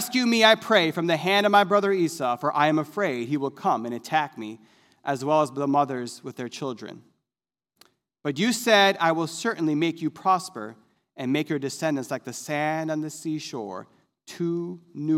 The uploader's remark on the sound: This sermon was recorded live on Sunday, August 22nd, 2021 at Newark United Pentecostal Church.